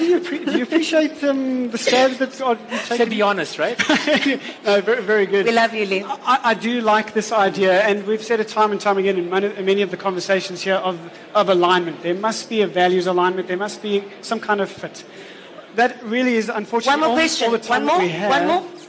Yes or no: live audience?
yes